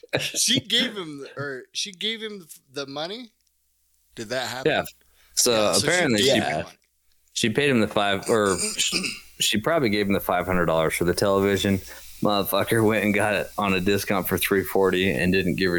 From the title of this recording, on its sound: sorry if audio is bad